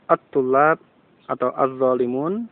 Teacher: alifnya tidak diucapkan, hamzah wasal tidak diucapkan, jadi langsung ke ta yang sukun atau dha yang sukun